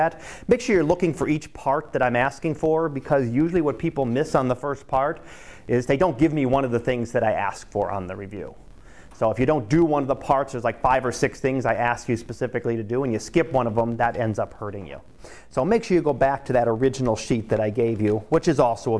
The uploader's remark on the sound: Live Class Lecture